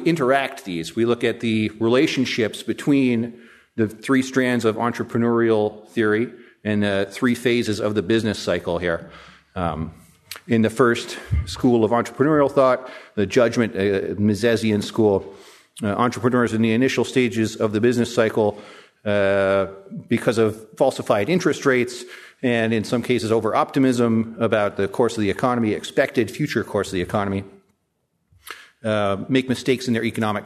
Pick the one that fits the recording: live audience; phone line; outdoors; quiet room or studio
live audience